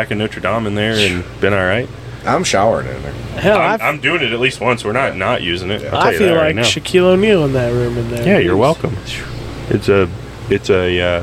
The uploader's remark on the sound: Reporting Live from the RV